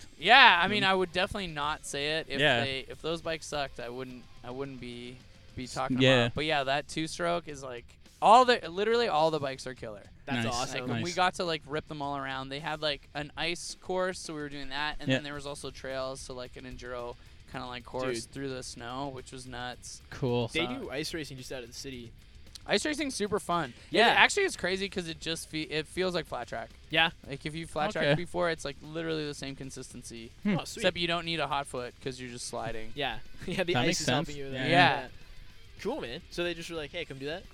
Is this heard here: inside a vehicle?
yes